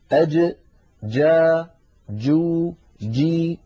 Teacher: مخرج الجيم من هنا من وسط اللسان وليس من طرف اللسان